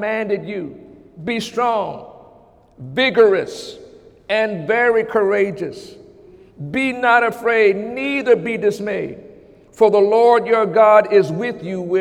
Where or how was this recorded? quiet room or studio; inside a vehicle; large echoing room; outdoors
large echoing room